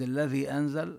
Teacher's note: فعند الذي نمد أكثر مما ذكرنا من المد في كلمة لله الذي أنزل، لله حصل مد خفيف، مد طبيعي. · Term: مد منفصل